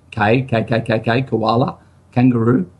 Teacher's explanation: And I was told another thing that I do naturally, which before internet and access to such amount of all the information that's around, I used to tongue with the tip of my tongue behind my lower teeth. So the middle part, which I call the forward arch of the tongue, would touch the roof of the mouth and release the air. And the tip of the tongue would stay behind the low teeth. · Term: K-modified tonguing